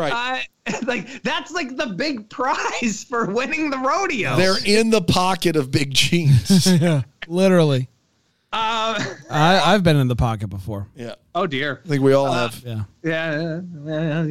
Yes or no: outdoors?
no